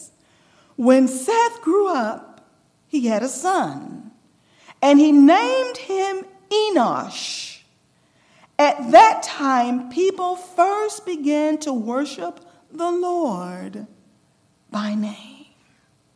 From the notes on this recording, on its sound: recorded June 2, 2023, at Ringgold SDA Church.